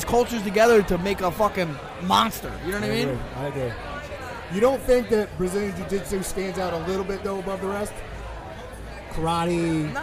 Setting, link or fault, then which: setting, busy venue